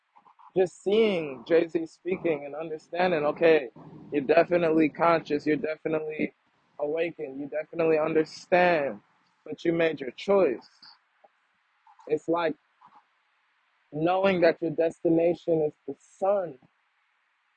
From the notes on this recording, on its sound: Audio is shakey… still working on that.